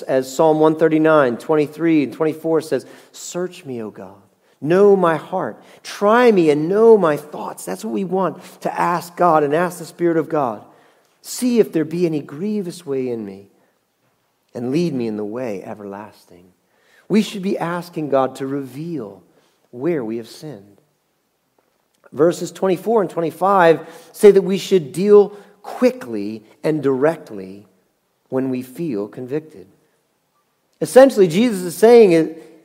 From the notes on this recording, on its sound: Message Preached at Valley Creek Church.